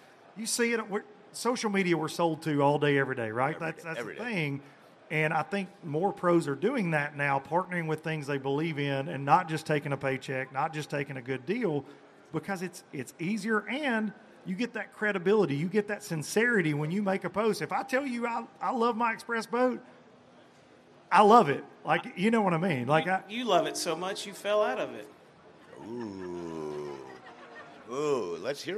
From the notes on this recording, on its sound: Xpress Boats at the Bassmaster Classic! LIVE from the Bassmaster Classic. From the Xpress Boats booth from a brand new H18!